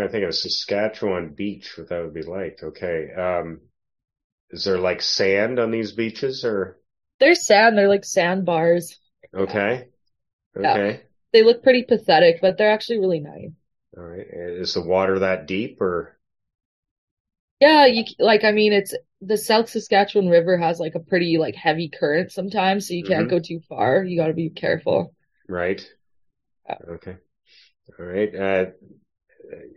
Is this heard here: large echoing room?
no